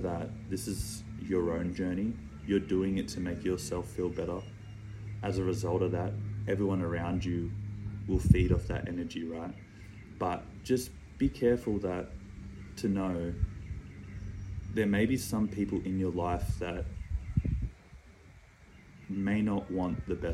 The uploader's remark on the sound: The video podcast that was planned for this week wasn’t able to be uploaded but to keep to my word I shot part 3 on my IPhone without a microphone.